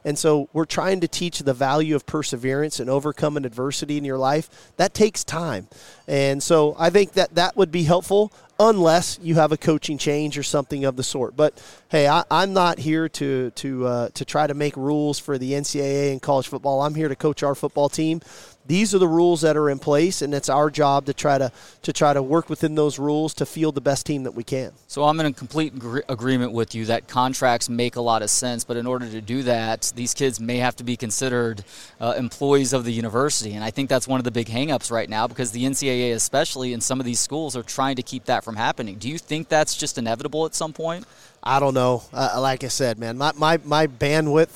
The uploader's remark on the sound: live from Big 12 Media Days at AT&T Stadium in Arlington, TX.